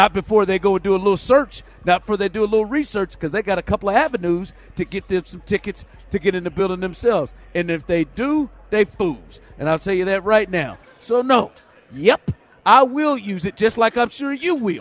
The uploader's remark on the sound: LIVE from Radio Row in Vegas